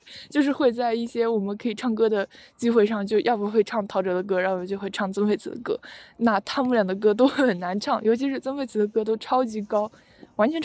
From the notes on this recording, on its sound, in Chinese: 走在半路突然就录起来，在有点吵闹的操场上录制了这期节目。